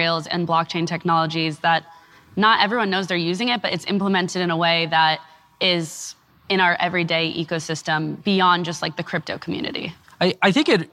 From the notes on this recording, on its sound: We’re playing a recording of our discussion live on stage. At TechCrunch Disrupt.